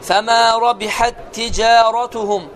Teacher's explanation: birinci tə oxumur, ikinci tə isə şəddələnir.